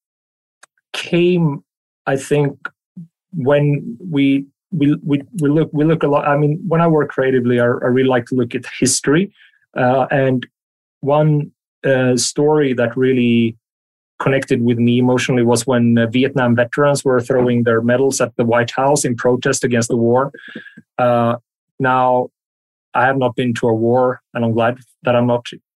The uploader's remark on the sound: Our podcasts are recorded purely via online conferencing platforms, we apologise for any minor sound quality issues.